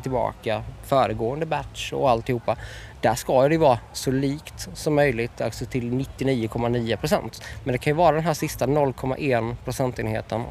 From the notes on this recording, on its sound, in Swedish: FESTIVALSPECIAL. Här i vimlet på Dylta Bruk.